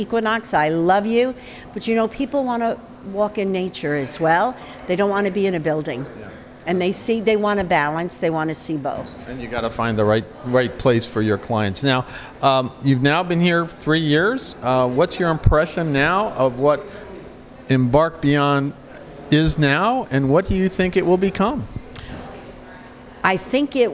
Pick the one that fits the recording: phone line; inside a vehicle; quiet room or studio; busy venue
busy venue